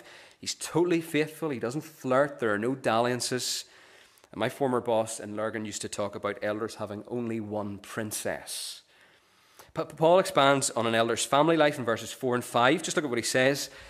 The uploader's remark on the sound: the recording of the Bible reading and sermon from our morning service on Sunday 10th September 2023